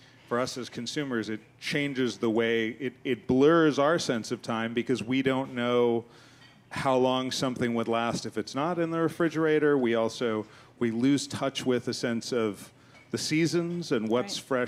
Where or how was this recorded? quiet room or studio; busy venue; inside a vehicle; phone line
busy venue